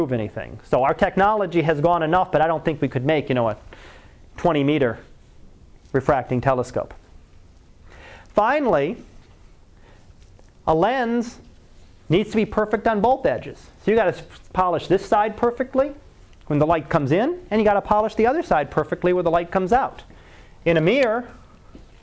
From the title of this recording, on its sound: Live Class Lecture